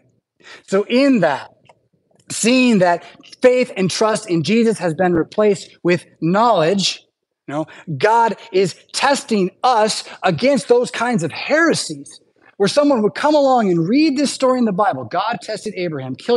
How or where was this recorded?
large echoing room